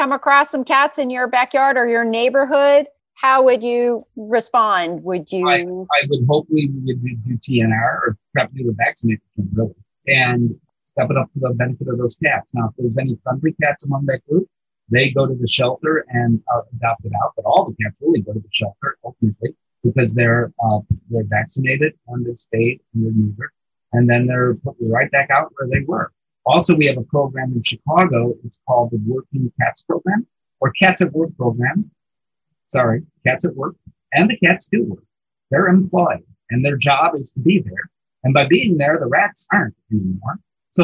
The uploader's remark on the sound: Unfortunately, some slightly dodgy audio quality. Despite the audio glitch.